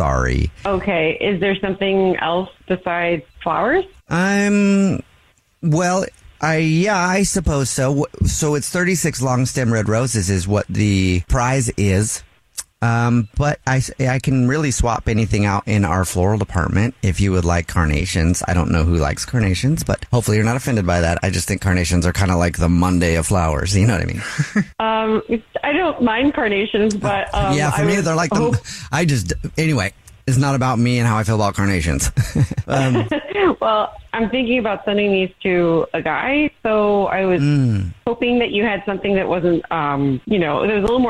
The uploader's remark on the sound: is on the phone today